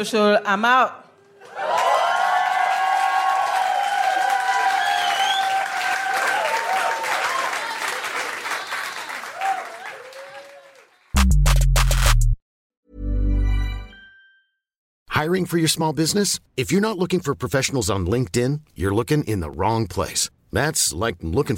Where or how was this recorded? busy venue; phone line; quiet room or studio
busy venue